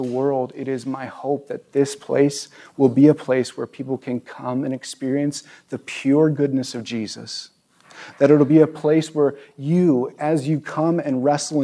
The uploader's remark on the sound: at our new location at View ridge Middle School in Ridgefield, Wa.